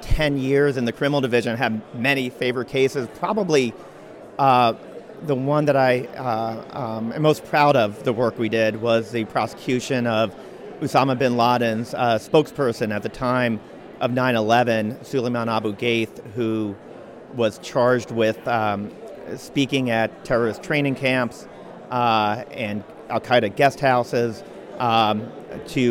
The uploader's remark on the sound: Live from the Mayflower Hotel